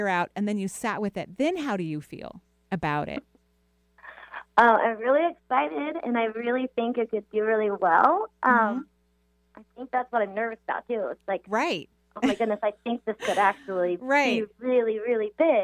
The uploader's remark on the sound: On today's call in show.